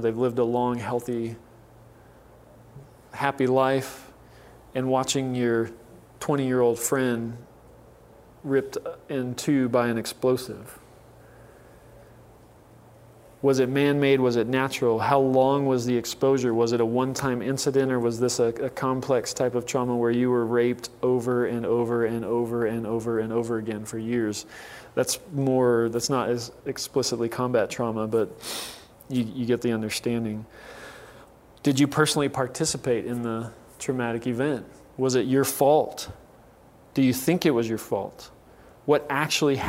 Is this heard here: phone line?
no